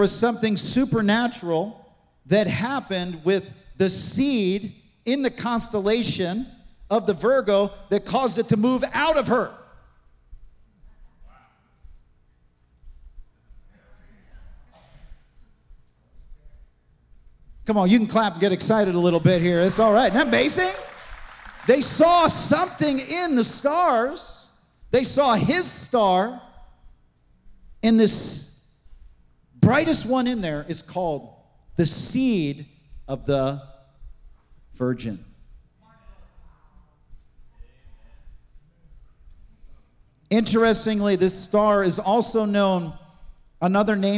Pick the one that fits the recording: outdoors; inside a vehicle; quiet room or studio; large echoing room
large echoing room